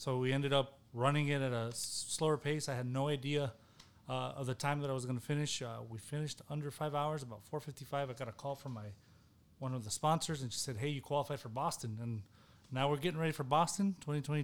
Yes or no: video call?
no